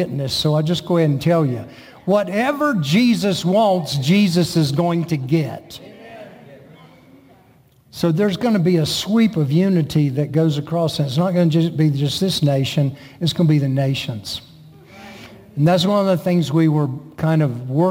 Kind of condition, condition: setting, large echoing room